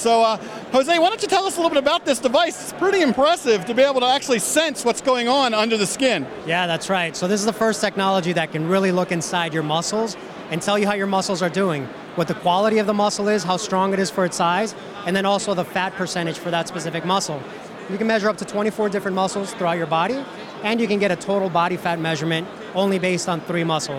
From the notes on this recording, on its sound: At CES Unveiled at the CES 2016 conference in Las Vegas.